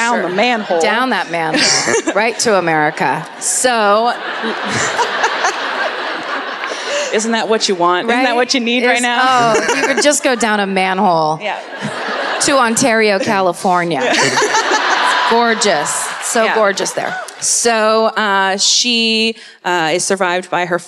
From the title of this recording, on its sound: Live at the Sony Centre in Toronto